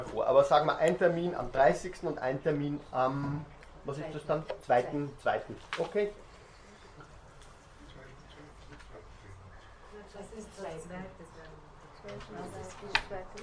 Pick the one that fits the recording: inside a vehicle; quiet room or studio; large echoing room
large echoing room